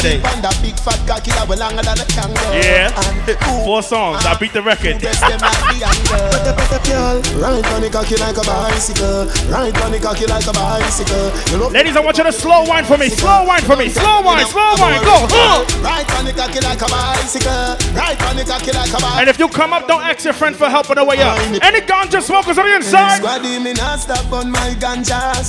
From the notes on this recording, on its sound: Live Audio From Cups N Convos Game night inside Polygon BK.